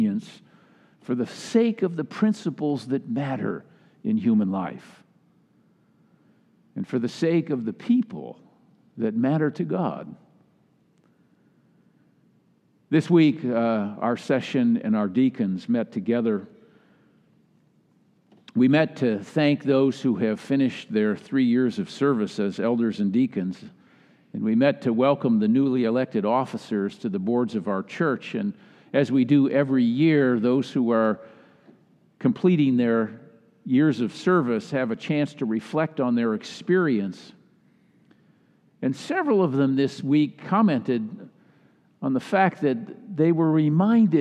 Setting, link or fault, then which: setting, large echoing room